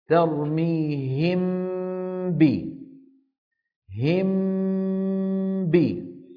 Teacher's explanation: ترميهم بي طبقت طبقة واحدة، أطبقت الشفتين على ميم وجافيتهما عن مين؟ عن باء